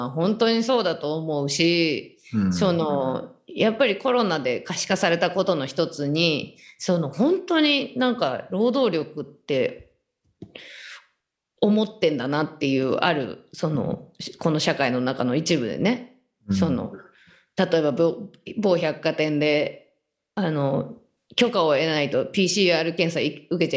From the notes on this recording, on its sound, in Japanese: 本収録はビデオ会議サービス「Zoom」を使用し。一部聞き取りづらい箇所があります。